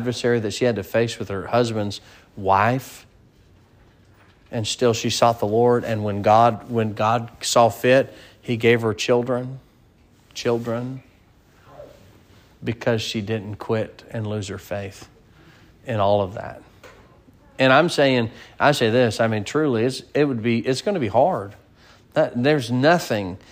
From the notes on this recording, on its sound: Sermon preached at Mid County Baptist Church